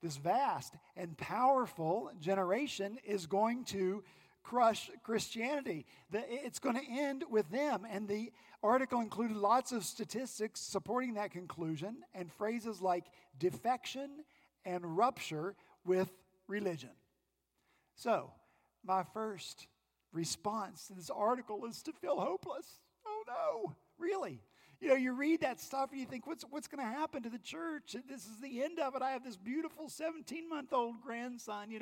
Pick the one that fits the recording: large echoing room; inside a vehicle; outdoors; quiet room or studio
large echoing room